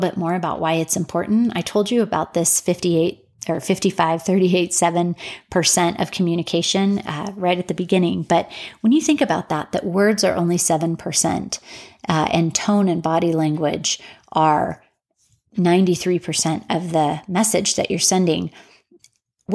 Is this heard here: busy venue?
no